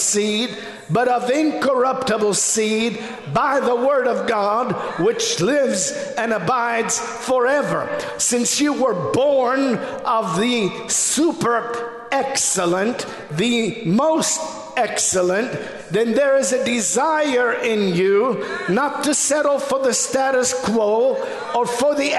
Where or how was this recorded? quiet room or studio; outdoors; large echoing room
large echoing room